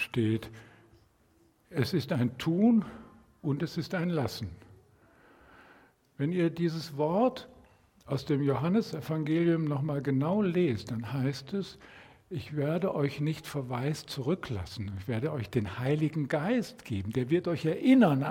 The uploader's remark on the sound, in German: Predigt im Rahmen des GreifBar+ Gottesdienstes